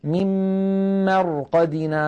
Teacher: طيب إن كانت ساكنة ننظر إلى الحرف الذي قبلها، إن كان مفتوحا أو مضموما نفخمها، وإن كان مكسورا نرققها، يعني نعتبرها كأنها مشكولة بحركة الحرف الذي قبلها، ساكنة قبلها مفتوح، مثل مرقدنا، قالوا يا ويلنا من بعثنا من مرقدنا، نلاحظ هنا الراء ساكنة قبلها مفتوح فنفخمها وكأنها راء وكأنها مفتوحة